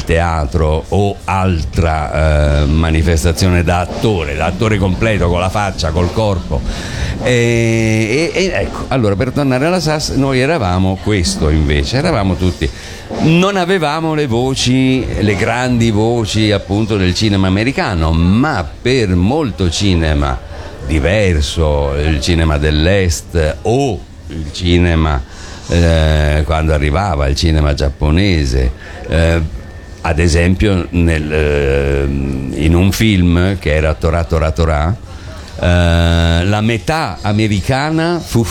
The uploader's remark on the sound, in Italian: Da Lucca Comics & Games 2018